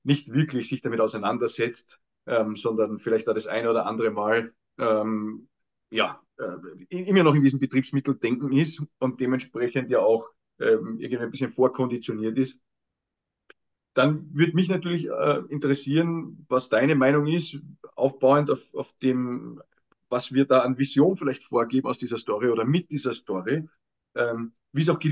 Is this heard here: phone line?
no